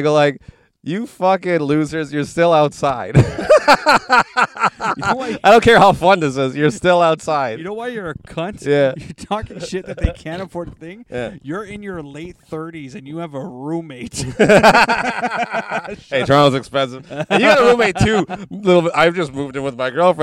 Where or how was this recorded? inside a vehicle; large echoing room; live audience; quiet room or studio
inside a vehicle